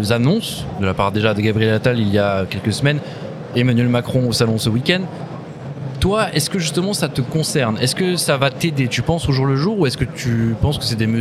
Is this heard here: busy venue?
yes